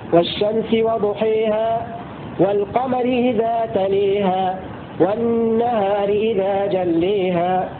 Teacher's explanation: الإمالة تكون في الألف المقصورة وليس في التي بعد الهاء